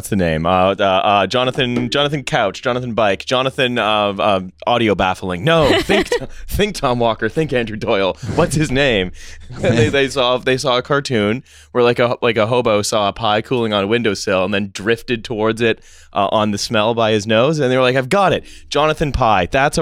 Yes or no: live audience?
no